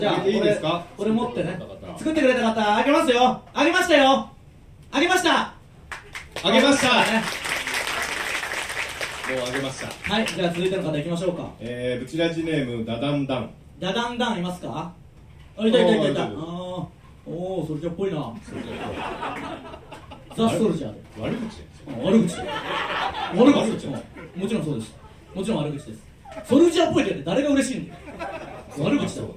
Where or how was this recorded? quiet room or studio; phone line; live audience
live audience